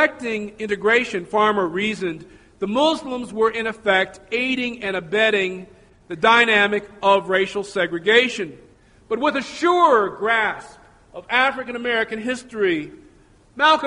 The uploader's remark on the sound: Recorded at Metro State College.